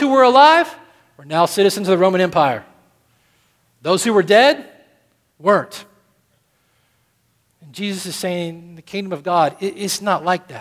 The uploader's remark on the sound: at Redemption Hill Church on Sunday, May 12th, 2013.